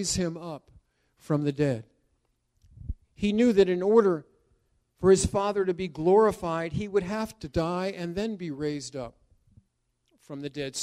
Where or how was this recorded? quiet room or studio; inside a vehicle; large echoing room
large echoing room